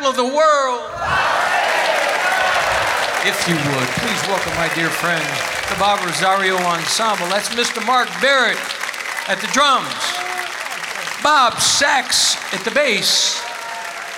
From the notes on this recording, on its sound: Live at the South Point Casino